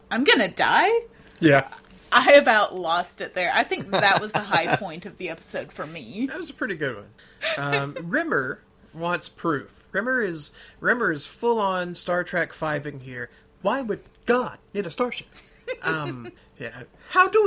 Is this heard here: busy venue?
no